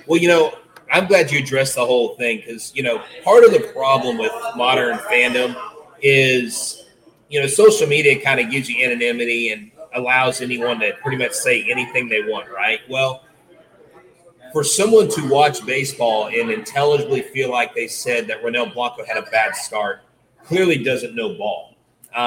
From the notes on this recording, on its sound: a live Locked On Astros podcast broadcasting from Hooters of Pearland